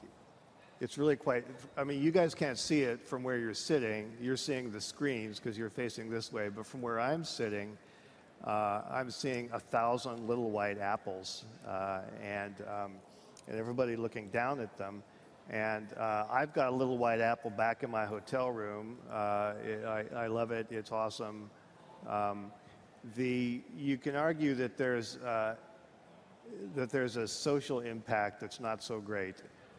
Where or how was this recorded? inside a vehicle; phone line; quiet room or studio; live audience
live audience